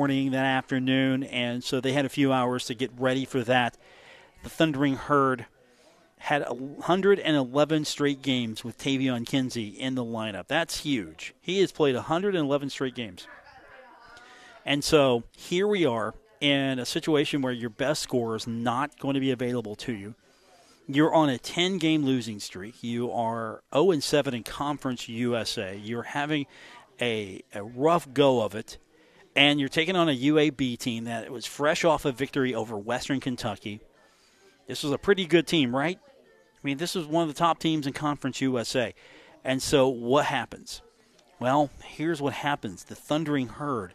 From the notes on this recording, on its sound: Broadcasting live from The Union Pub and Grill, 1125 4th Avenue in Huntington